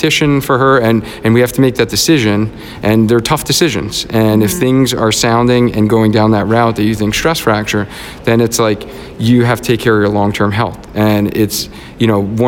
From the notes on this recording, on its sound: LIVE from the APTA NEXT Conference in Chicago. I'm coming to you live from Chicago, Illinois at the APTA Next conference.